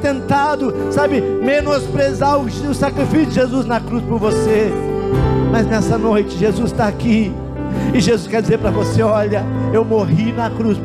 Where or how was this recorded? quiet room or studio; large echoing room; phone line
large echoing room